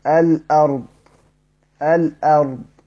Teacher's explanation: بينقل حركة الهمزة المتحركة هذه إلى اللام الساكنة، يقرأ الأرض.